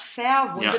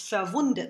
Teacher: Well, also it's an unstressed syllable. This prefix is always unstressed · Shown in: second take